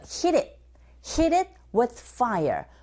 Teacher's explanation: 티음 자체가 이런 경우에는 네 플랩 현상에 의해서 흐, 트 이렇게 소리가 나는 것이 아니라 르에 가깝게 소리가 들리게 되죠. So, hit it.